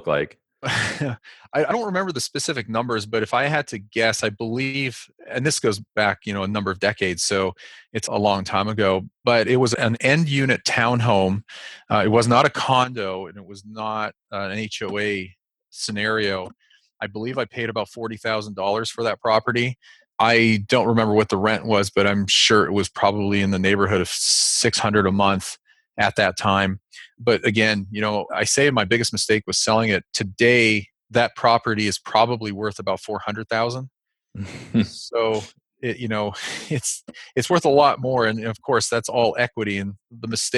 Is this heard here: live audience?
no